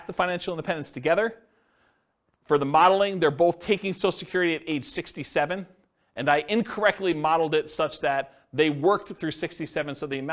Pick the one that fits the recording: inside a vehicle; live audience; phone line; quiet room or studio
live audience